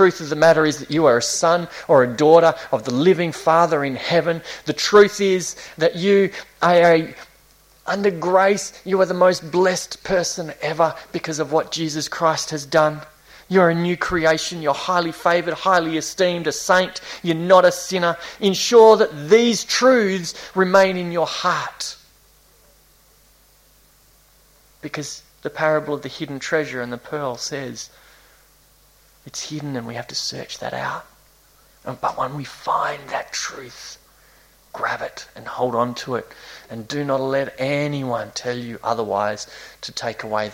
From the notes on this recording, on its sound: This was preached between series at Esperance Chuch of Christ (June 2018)